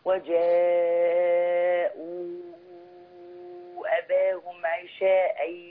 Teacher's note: اوصلي بقى منفصل ست حركات